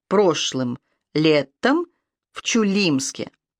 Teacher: При чтении стихов два первых слога оказываются безударными, даже если по законам языка в них и есть ударение. Ударение приходится только на третий слог, а два первых отпадают, как выполнившая свою работу ступени. · Term: анапист